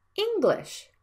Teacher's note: English has two syllables and you need to stress the first vowel